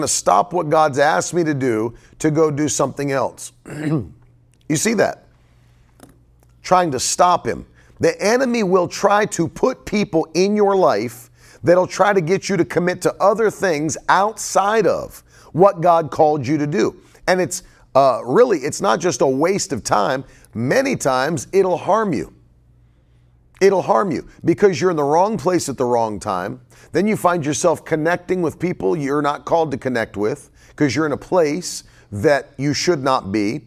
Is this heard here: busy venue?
no